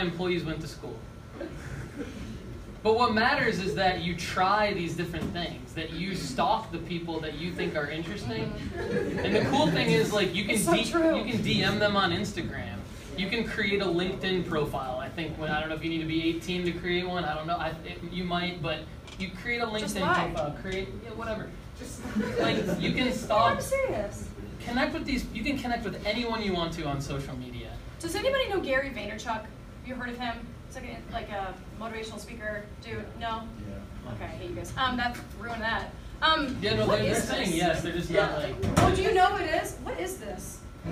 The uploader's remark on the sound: had with 80 high school students in Spring Hill, Tennessee